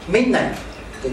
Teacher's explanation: ミッドナイトじゃなくてミッナイト、2音で発音しないと · ミッドナイトって言ってる人いないんですよ。英語でね、ミッナイト、 D は消えるんですよ